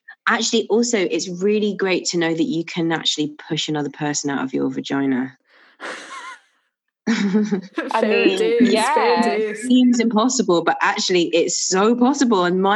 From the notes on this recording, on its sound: This was recorded during lockdown in May 2020 over zoom.